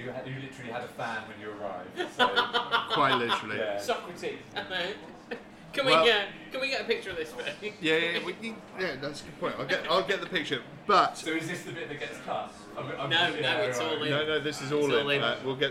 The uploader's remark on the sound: To The People's Republic Of Islington they were welcomed, and with huge thanks to The Sampler, allowed to record in situ. In front of a live studio audience.